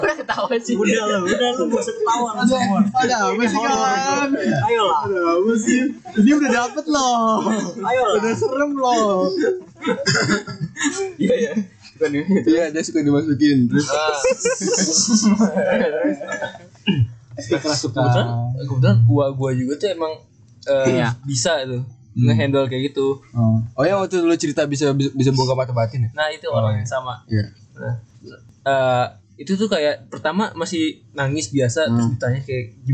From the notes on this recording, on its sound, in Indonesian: Mic lupa dicolok, lagi